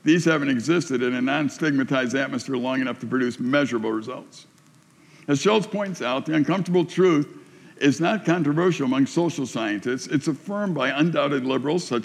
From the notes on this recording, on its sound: A message delivered to the summer staff and volunteers at Silver Birch Ranch, June 2020